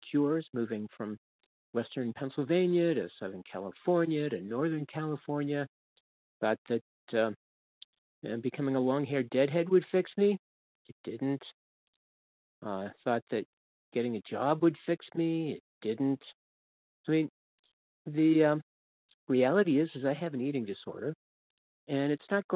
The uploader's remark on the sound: From the 100 Pounders Phone Meeting.